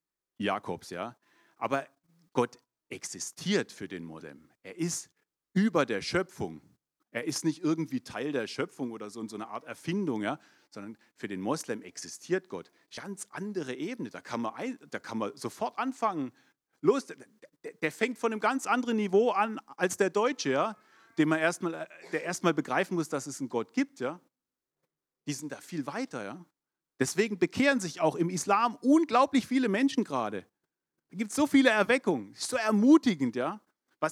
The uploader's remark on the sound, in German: 2022 in der Gemeinde Kaleo Schopfheim aufgenommen.